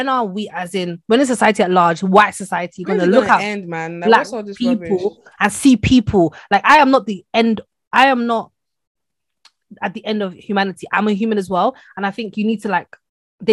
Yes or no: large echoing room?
no